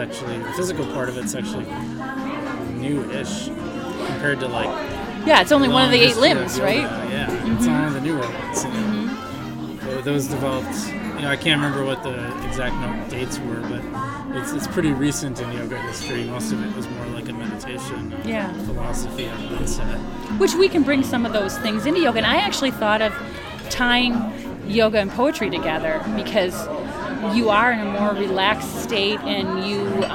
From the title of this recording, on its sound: Live at Daly's